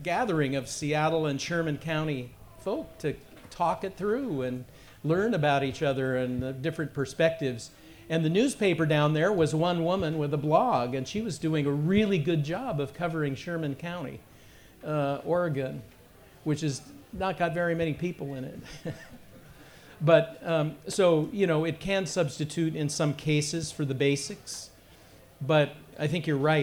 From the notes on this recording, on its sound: Humanities Washington presented this Think & Drink event. The discussion took place at Naked City Brewery in Greenwood on December 12.